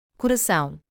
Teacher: similar to the own sound in English, but nasalized · Term: ao